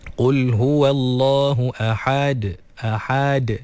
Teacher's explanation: kena pastikan lepas ha fathah terus matikan dalam huruf dal yang telah disukunkan kerana waqaf. Qul huwallahu ahad ahad.